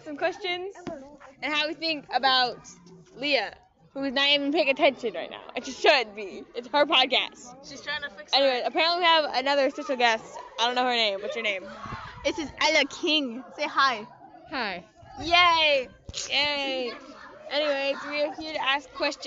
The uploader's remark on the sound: ignore out cussing and the audio lol